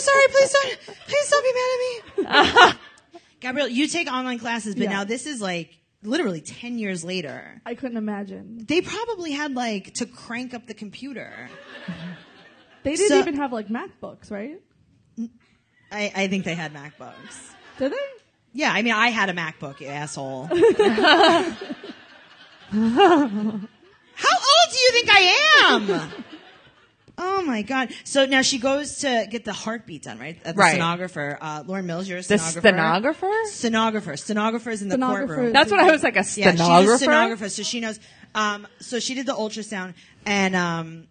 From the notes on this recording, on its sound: LIVE in NYC. With a live studio audience in NYC!